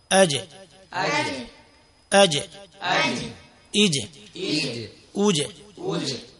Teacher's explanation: এখানে শক্ত হওয়ার আরো অন্যতম একটি কারণ হলো জিম হরফের মধ্যে কলকলার সিফাত পাওয়া যায়, যার কারণে হরফটি কলকলা করতে হবে